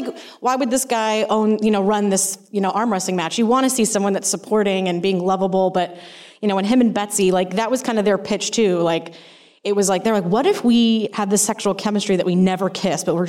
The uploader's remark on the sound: in a spoiler-filled Q&A at the DGA theater